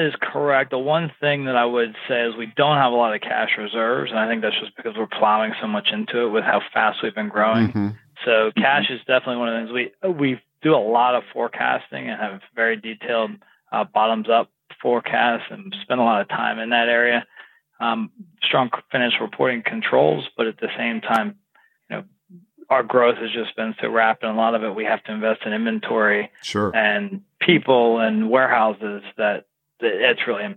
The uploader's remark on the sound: a live coaching call with a business owner